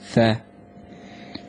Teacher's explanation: Это как буква С, буква С, но кончик языка ставим между зубами.